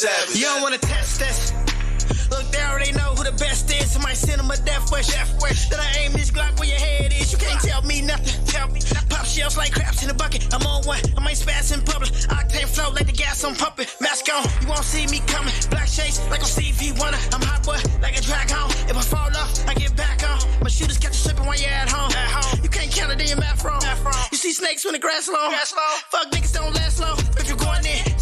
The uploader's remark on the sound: live at the Military Grind Ten Tape Concert